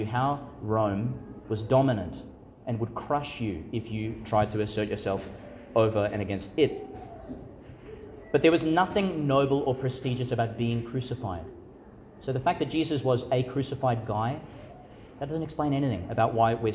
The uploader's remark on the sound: Homily for Easter Sunday, delivered in St Patrick's Catholic Church, Calliope, Qld.